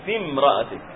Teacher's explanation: تحذف الياء من النطق لأنه من أحرف اللين، وتصل الفاء مباشرة مكسورة بالميم · Term: التقاء الساكنين